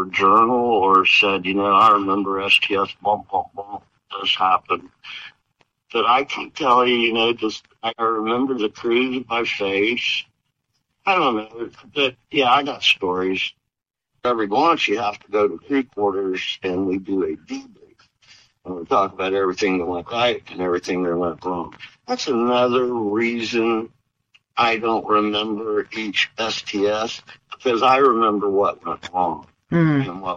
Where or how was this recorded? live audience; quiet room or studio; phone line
phone line